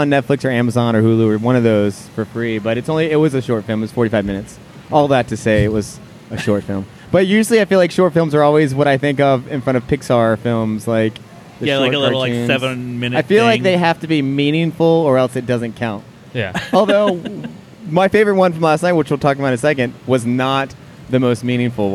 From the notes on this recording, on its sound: The Cincinnati Mini Maker Faire Live! Podcast live from the faire Sunday afternoon!